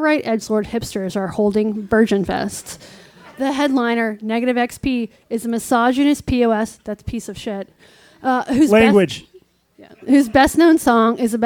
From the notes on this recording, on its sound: Live From The Village Underground In New York City. This recording of a live BARPod show in NYC. A livestream of the entire event.